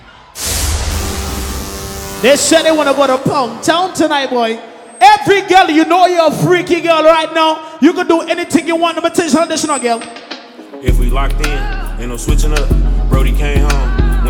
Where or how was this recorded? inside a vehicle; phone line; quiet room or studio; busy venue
busy venue